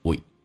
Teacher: we 不被强调，长元音近似于发短元音